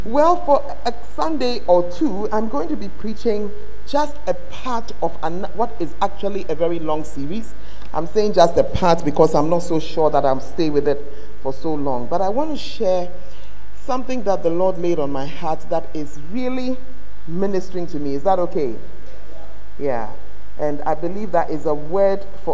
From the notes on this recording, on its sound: Preached at the Word Alive Service